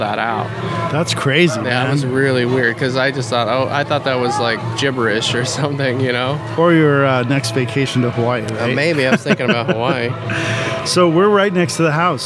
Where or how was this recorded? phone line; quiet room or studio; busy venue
busy venue